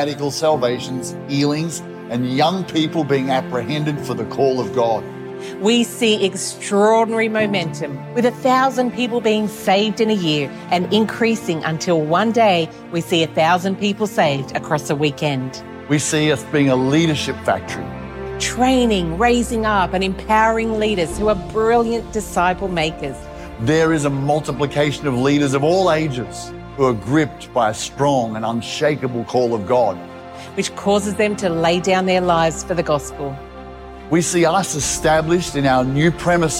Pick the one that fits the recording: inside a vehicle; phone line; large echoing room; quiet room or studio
large echoing room